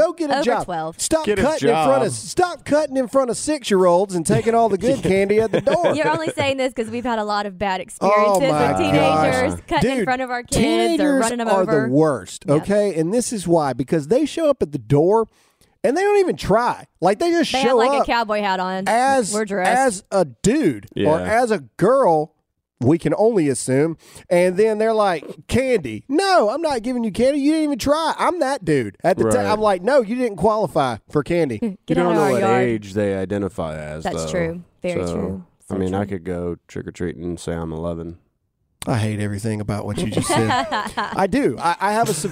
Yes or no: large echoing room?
no